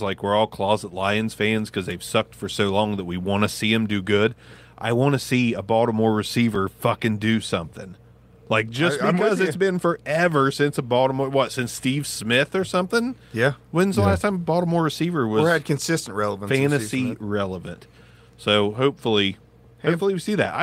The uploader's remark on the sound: The show was live from the Lani & Landyn Fundraiser!